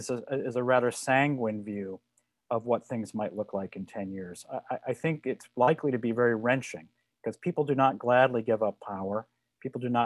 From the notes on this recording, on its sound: This is a recording of our virtual event